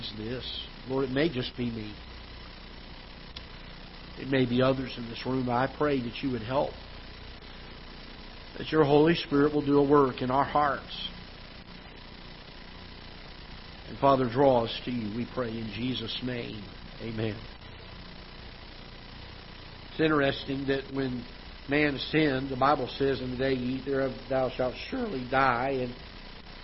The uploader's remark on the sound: Ketha Heights Baptist Church ~ Live Broadcast